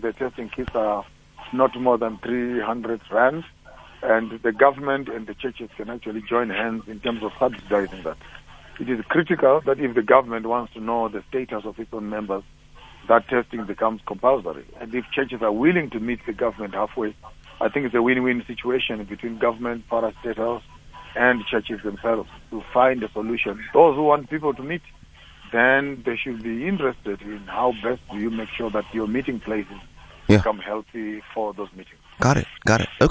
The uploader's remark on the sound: Guest on the phone